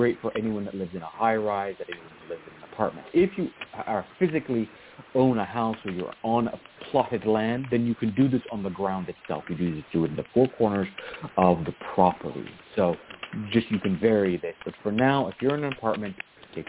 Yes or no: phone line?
yes